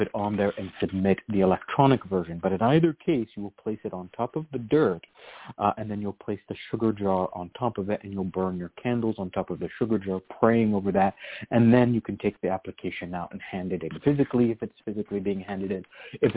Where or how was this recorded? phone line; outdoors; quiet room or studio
phone line